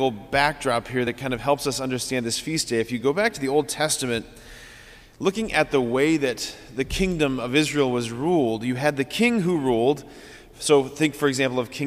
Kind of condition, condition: setting, large echoing room